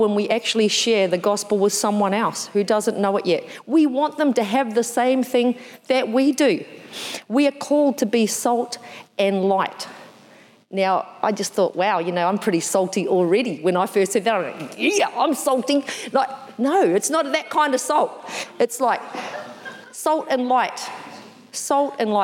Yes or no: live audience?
yes